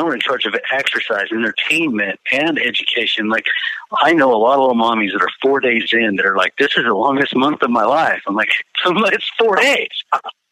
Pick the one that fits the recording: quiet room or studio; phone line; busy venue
phone line